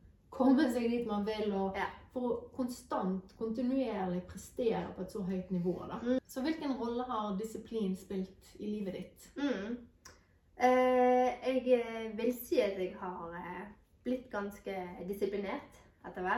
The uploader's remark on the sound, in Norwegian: Denne episoden ble spilt inn for en del måneder siden, med både hund og baby i samme rom. Den er perfekt uperfekt med både lyd, bilde og editering.